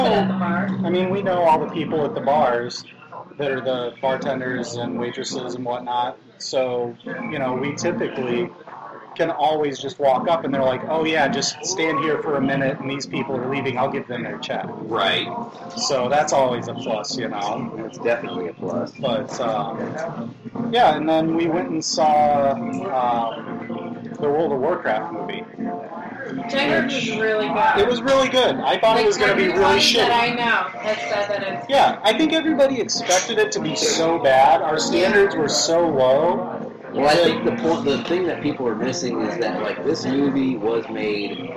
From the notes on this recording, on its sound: This week we record live from Rudy's Big Smoke! Cigar Block Party!